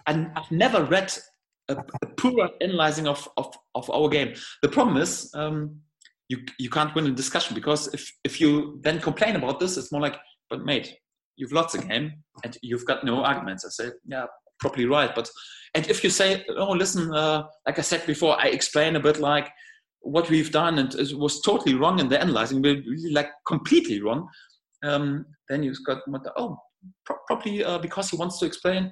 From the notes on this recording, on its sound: video conference with the media